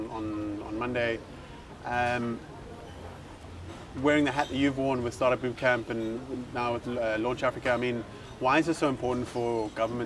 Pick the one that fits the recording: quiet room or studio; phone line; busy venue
busy venue